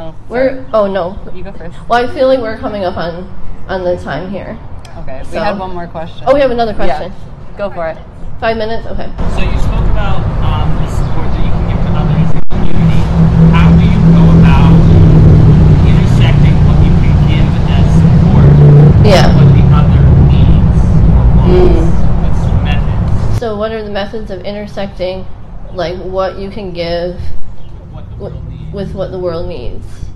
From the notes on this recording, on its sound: Record themselves while presenting live to an audience of people from their locale (the Midwest). They also respond in real time to questions from their curious audience. This was recorded outside near a busy road. We did the best we could to minimize noise interference but the audio is harsher than our other content.